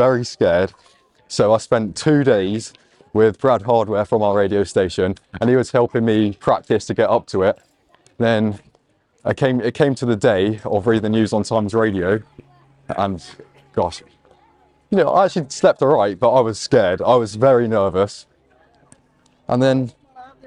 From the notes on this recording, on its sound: Outside Exeter Cathedral for a chat. Recorded in Exeter, Devon.